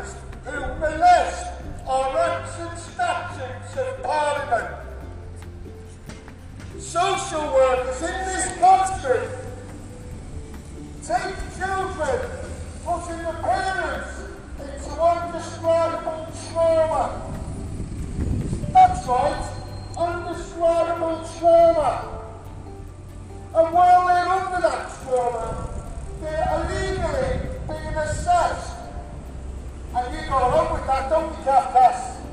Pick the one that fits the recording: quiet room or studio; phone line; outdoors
outdoors